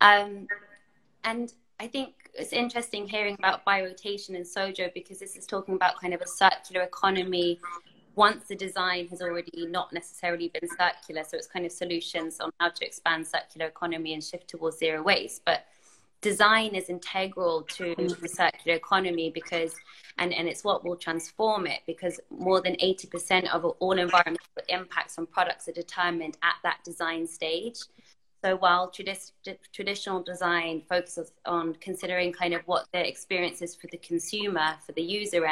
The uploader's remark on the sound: This Talk is part of an Instagram Live Series